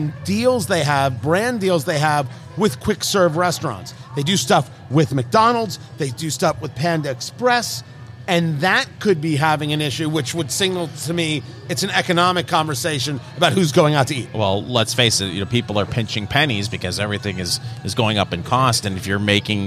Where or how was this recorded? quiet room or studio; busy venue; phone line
busy venue